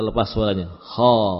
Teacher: di bagian akhir kita usahakan tidak ada suara hamzah kha, tapi kita lepas suaranya